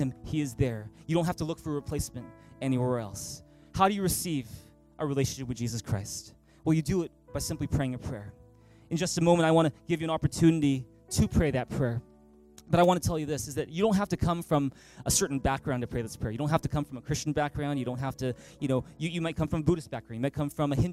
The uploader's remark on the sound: Christmas at Thrive. Recorded on December 23, 2018 at THRIVE Church Vancouver, Canada.